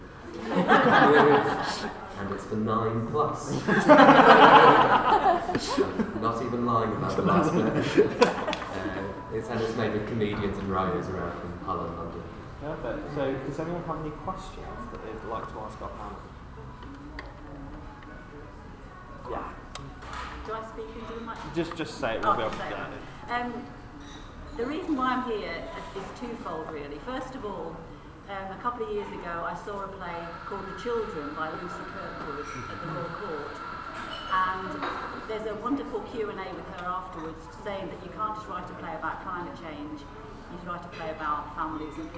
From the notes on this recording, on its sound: Recorded live as part of TakeOver 2019.